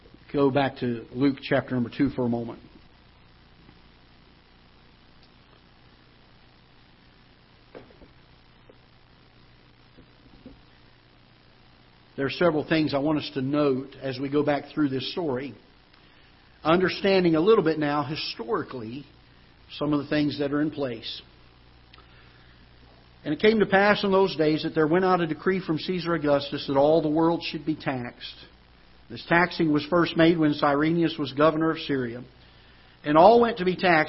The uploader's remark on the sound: Ketha Heights Baptist Church ~ Live Broadcast